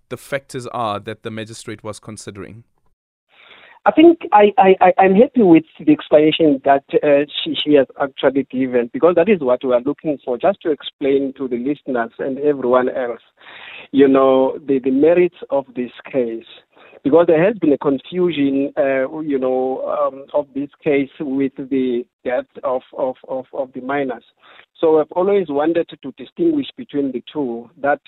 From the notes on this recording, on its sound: Guest (ZOOM). Guest (PHONE).